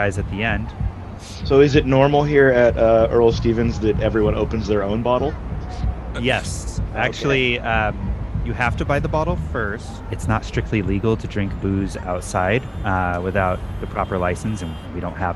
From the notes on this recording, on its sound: take a trip to "Gambler's Reserve", where they are live from downtown Oakland